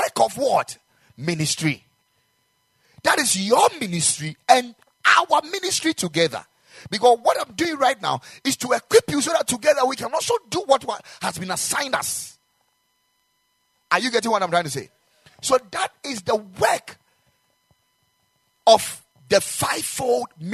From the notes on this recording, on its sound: Preached at the Ekklesia Chapel